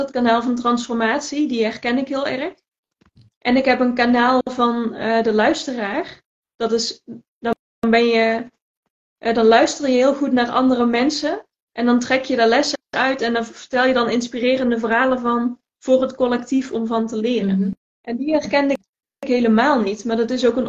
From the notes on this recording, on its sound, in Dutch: tijdens een live op Instagram